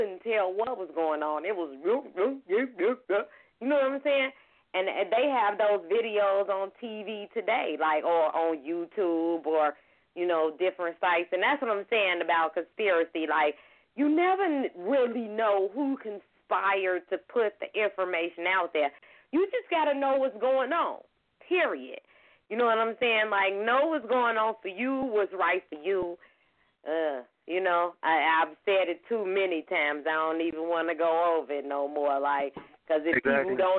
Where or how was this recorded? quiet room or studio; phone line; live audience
phone line